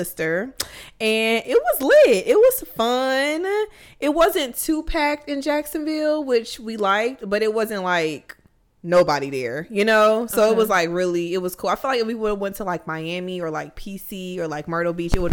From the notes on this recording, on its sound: Please excuse the feedback from the mics